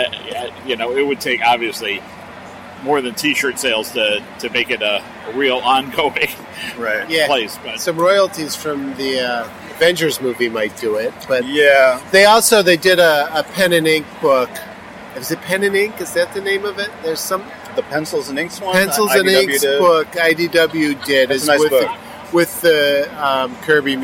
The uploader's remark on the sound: Alternative Press Expo 2017 Day 2 in San Jose. Interviews from the show floor.